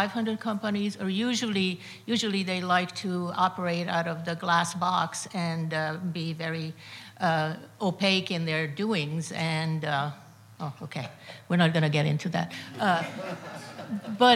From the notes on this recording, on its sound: Part of the City of Tomorrow: Real Estate, Architecture & Design Summit presented by 92Y and Hundred Stories. At 92nd Street Y.